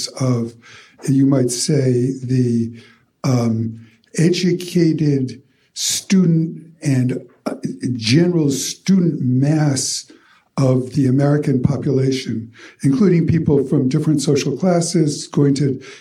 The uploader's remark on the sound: As part of a course he’s teaching at Yale Law School, Foundations of American Legal Thought. In front of a live audience.